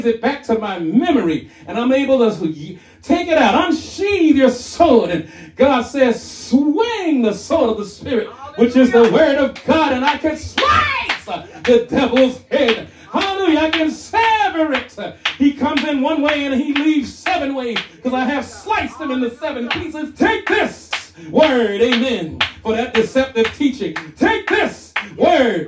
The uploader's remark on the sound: shared this message live at RACC